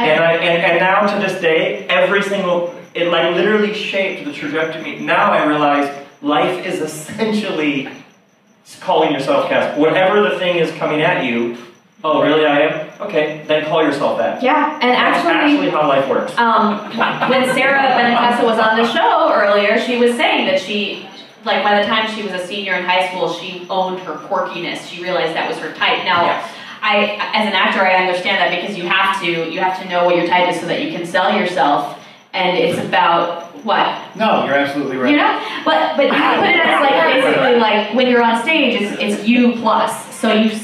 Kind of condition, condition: fault, poor sound quality